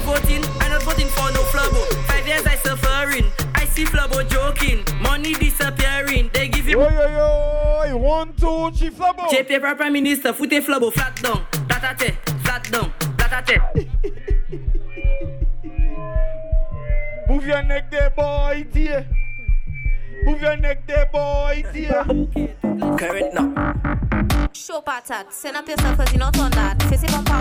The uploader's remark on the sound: LIVE AUDIO FROM PRIVASEA PRESENTED BY UMYX